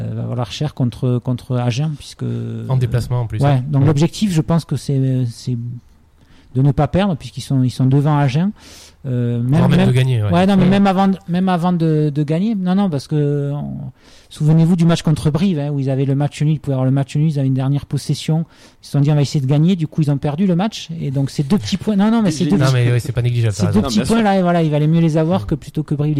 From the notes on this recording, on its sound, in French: Et par téléphone